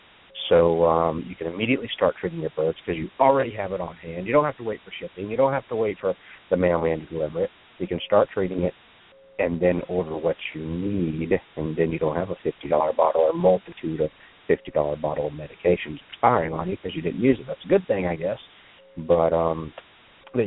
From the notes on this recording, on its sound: Today, we will be taking chicken health questions by phone and by my Facebok page! Is a nationally broadcast web radio show.